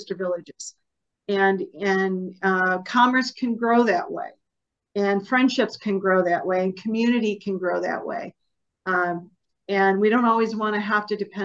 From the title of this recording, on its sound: Zoom with Czarny Village candidates